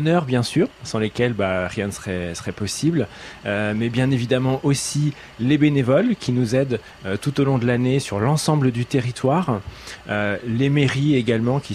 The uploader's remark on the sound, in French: France Bleu Armorique - En direct de la Maison du Don pour une émission spéciale.